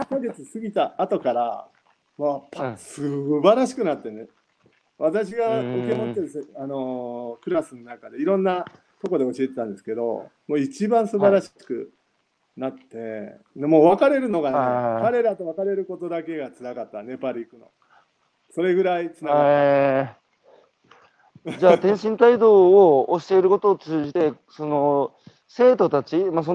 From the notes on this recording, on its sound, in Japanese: 歩きながら1時間、対談する